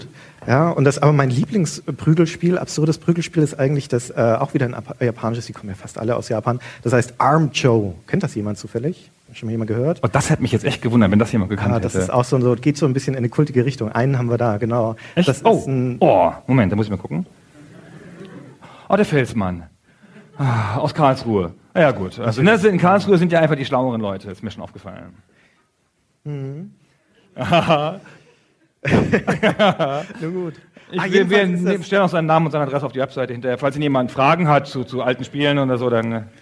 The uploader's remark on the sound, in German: Liveaufnahme vom Auftritt der Herren Podcaster auf dem Game Fest in Berlin im April 2016.